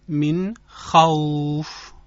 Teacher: من خوف، در عبارت من خوف میبینیم که نون رسیده به حرف خا. خا از حروف حلقیه، بنابراین نون به راحتی خونده میشه و اظهار صورت میگیره.